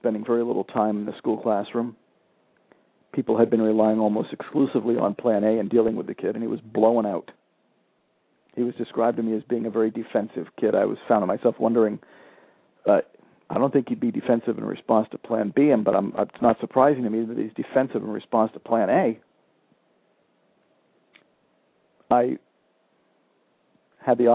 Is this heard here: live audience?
no